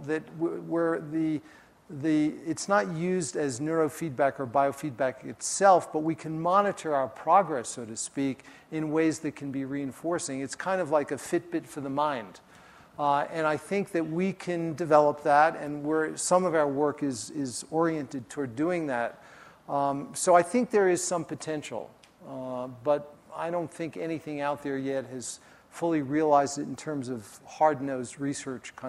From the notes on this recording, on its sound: during his talk at the Festival